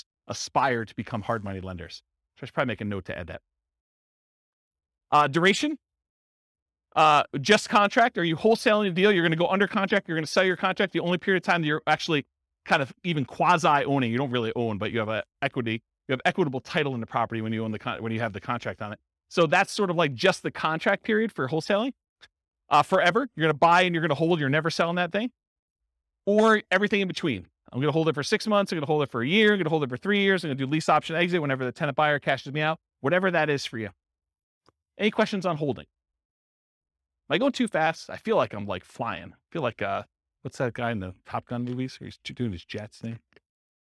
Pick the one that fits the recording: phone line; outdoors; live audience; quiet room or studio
live audience